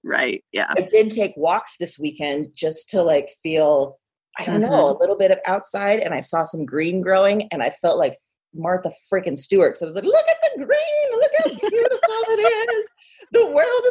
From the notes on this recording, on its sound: got on a Zoom call and recorded this special Quarantine edition of Broads and Books